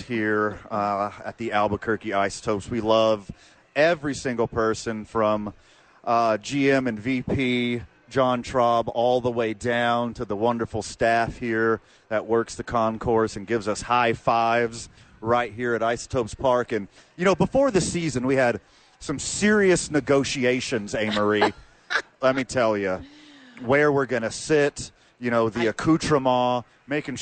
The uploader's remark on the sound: live from Isotope Park